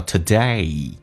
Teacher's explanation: 先发 A，嘴角留到极限，再滑动到 E 这个发音